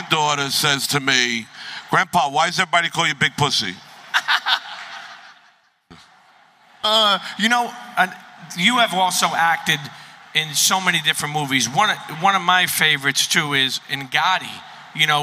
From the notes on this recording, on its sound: Sits down LIVE from Sopranos Con. All while entertaining a packed house!